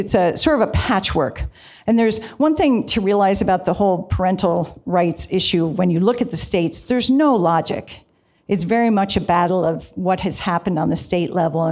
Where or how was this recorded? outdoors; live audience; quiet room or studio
live audience